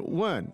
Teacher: And 问 is fourth tone, right?